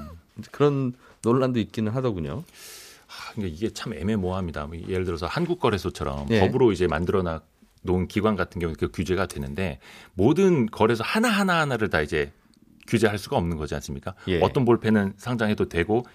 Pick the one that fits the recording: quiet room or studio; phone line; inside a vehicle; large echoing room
quiet room or studio